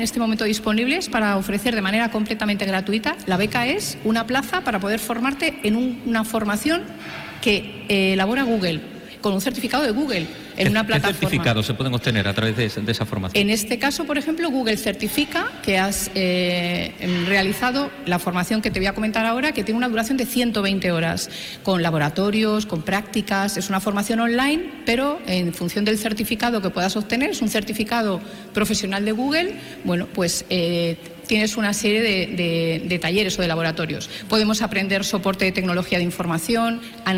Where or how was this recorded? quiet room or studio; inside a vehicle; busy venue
busy venue